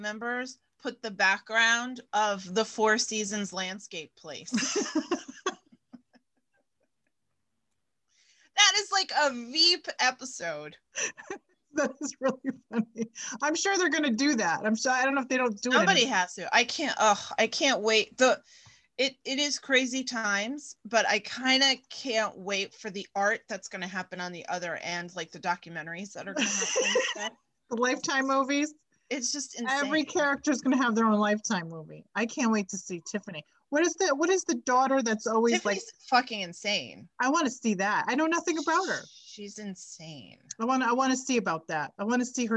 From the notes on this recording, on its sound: zoom it up with a catch up